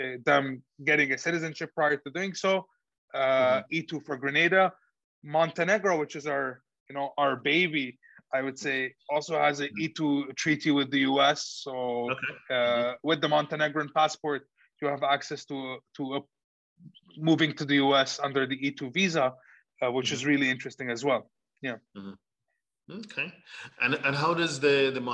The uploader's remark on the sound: Zoom links will be provided 24 hours in advance via an Eventbrite message. For those joining us on Zoom.